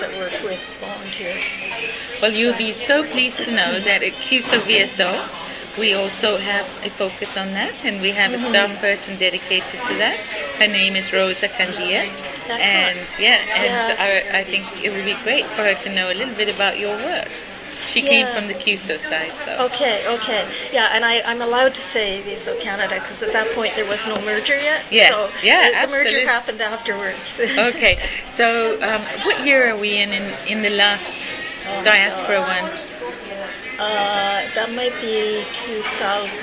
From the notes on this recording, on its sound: We did this interview in a coffee shop with the sound of grinders and people.